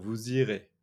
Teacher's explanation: there is the liaison between the S of vous and the I of irez.